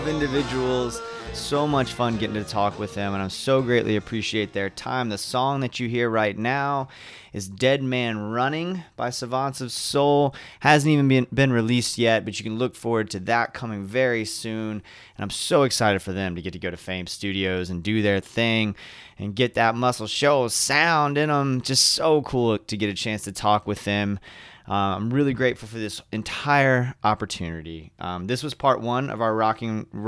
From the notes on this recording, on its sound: Emcee of the Rockin' Robinson festival in Orlando's Milk District. Stops by The Marinade tent.